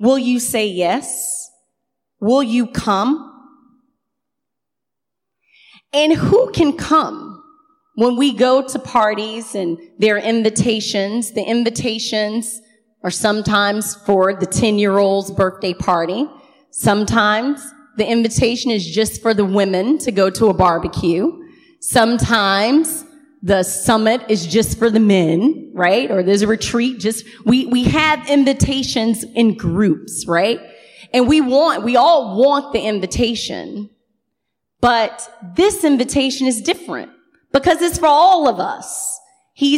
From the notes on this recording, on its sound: Recorded on 2016-07-24 at the 11:30am Service.